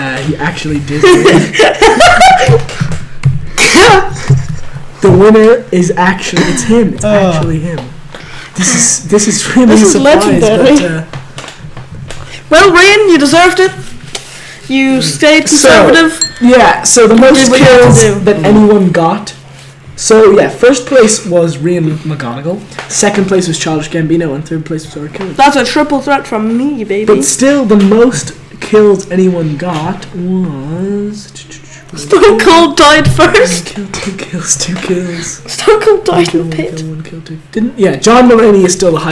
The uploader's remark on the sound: Just enjoy the blown out audio.